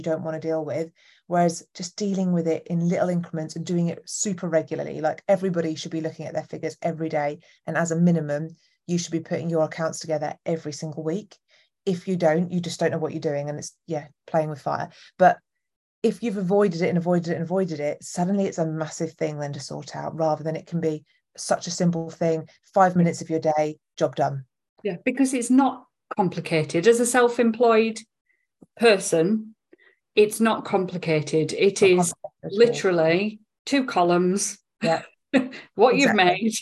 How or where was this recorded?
video call